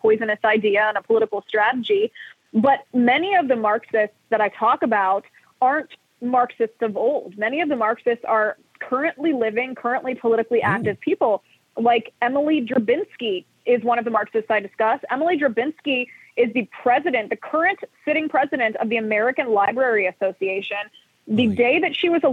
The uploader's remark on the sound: We take your calls in open phones across America.